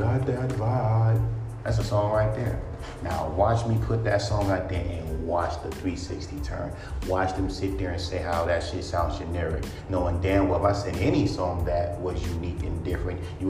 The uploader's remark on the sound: Just saying sorry for the background noise I had to speak on this.